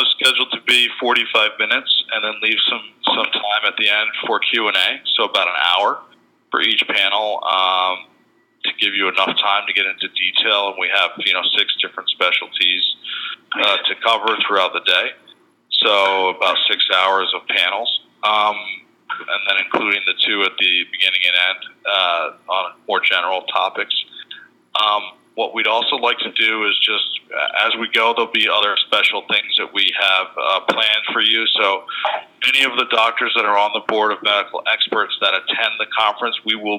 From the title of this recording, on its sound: Medical Innovation Summit Q&A Conference Call